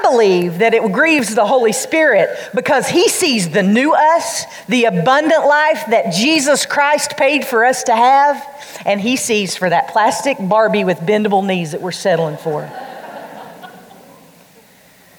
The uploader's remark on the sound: during The Girl Talk Live event in Hickory, NC.